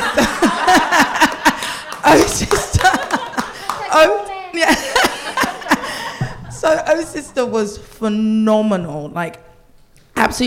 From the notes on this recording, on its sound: Live at the Margate Bookie. We are back at this year's Margate Bookie for a fun, frank and freewheeling conversation with three brilliant authors.